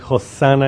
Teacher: the Greek doesn't have the sh sound. That's why we get Hosanna instead of Hoshia.